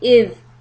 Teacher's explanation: tip of the tongue will touch the upper teeth for إِذْ and hold the sound like half a harakat so it doesn't bounce and become like a dal sukun